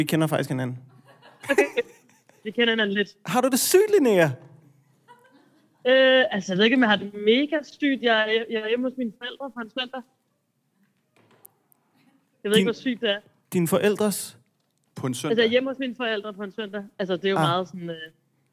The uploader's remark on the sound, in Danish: LIVE fra Aveny-T. Første live-podcast i årevis!